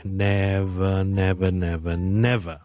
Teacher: 唔理你个嘴唇、你条脷、你个口、你啲牙嗰度做紧啲乜嘢都好，你嗰个声带都系继续发紧声 · Term: V 音